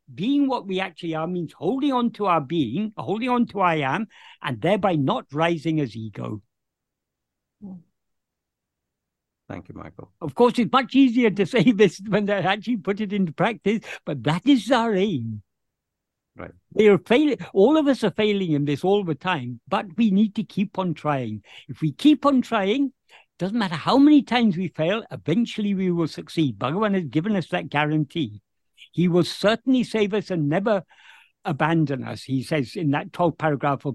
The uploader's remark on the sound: In a Zoom meeting with Sri Ramana Center, Houston, on 2nd September 2023